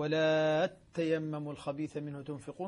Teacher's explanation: الكلمة الأولى تيمموا، ولا تيمموا الخبيث منه تنفقون، طبعا صار عندنا هنا مد لازم مقدار ست حركات